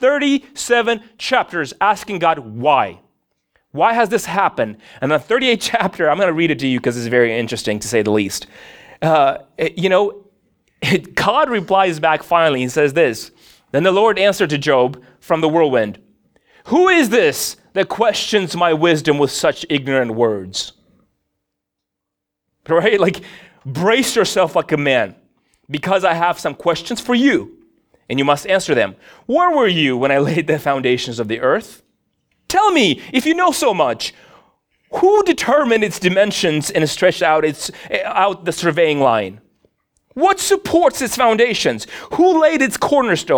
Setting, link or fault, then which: setting, large echoing room